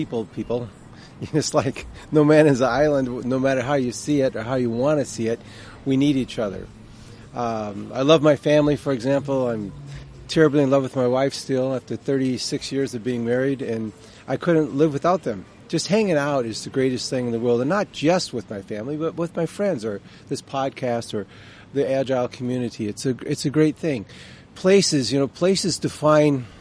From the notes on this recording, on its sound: outside a Coffee Bean and Tea Leaf in Irvine